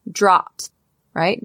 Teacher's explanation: You can barely hear that T sound, but it is there. We do not get rid of it.